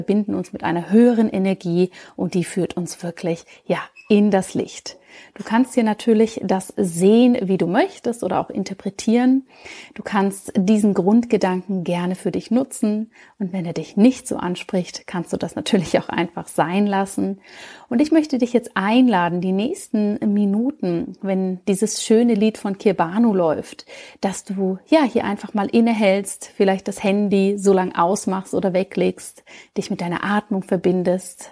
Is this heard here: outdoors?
no